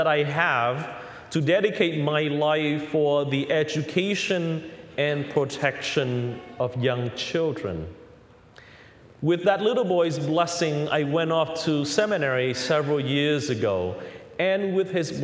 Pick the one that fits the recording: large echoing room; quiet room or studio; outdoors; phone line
large echoing room